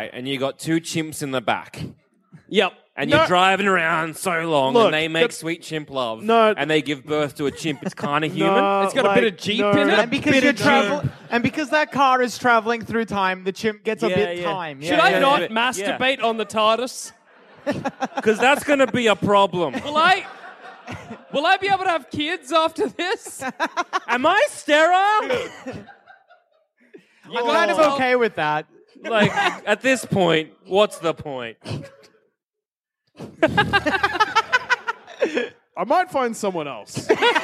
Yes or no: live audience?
yes